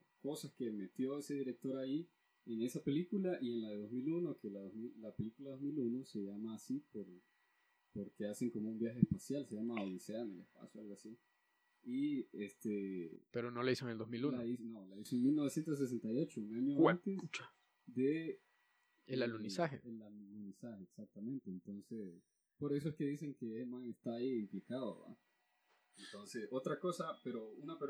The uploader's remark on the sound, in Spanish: pido una disculpa por la mala calidad del audio, tuvimos problemas técnicos que no pudimos resolver